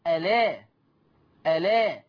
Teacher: قرأ ورش اللفظ السابق بنقل حركة الهمز إلى اللام · Term: النقل